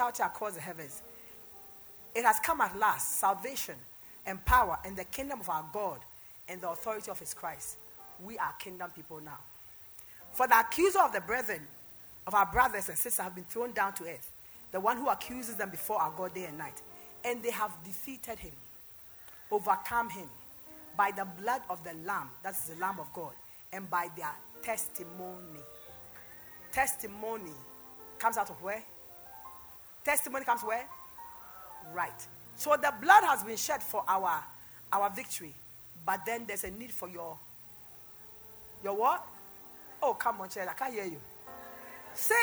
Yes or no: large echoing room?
yes